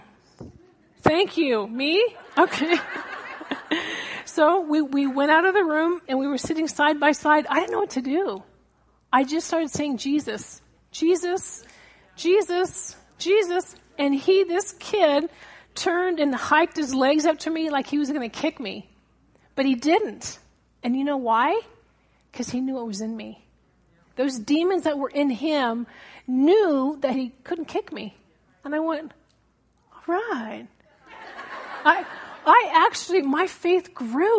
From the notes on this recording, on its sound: Today's episode is taken from a live message. At Calvary Chapel Reno.